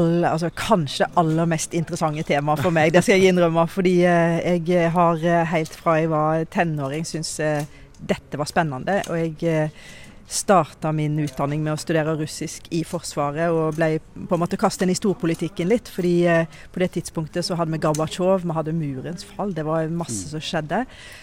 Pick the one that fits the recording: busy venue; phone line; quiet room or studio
busy venue